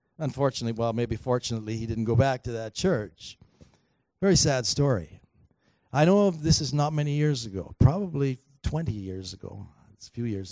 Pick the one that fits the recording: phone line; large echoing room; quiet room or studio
large echoing room